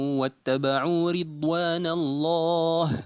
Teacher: أنبهك تنبيها واحدا يسيرا، وهو في حرف الضاد في قوله تعالى واتبعوا رضوان الله. الضاد ليست عندك بالتفخيم الكافي الذي ينبغي أن تكون عليه، وإنما فيها شيء من الخفة